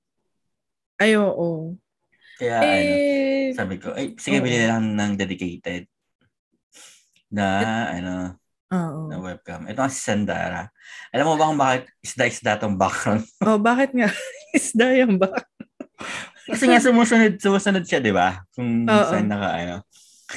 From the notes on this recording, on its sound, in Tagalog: Pagkapasok namin sa zoom meeting